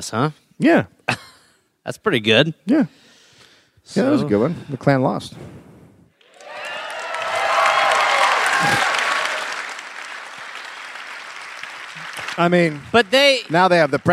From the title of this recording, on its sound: Live in Indianapolis